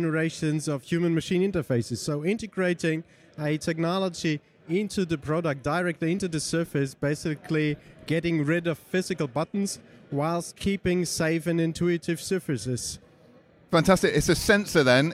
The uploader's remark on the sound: Slush 2019, Helsinki, Finland. At the Slush 2019 tech conference in Helsinki, Finland.